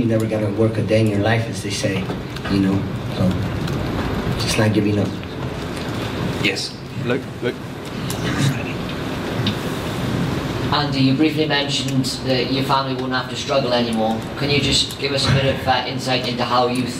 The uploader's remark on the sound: Post fight press conference